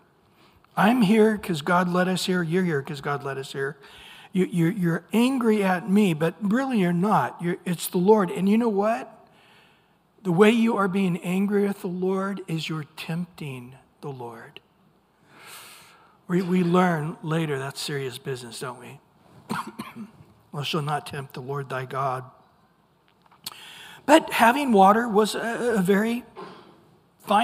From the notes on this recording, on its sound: Recorded at Calvary Chapel of Los Alamitos on Aug 16 2023 on Wednesday evening sermon.